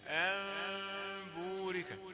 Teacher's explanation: قال لك ميم المخفاة يعني ما تضمش الشفتين قبل الباء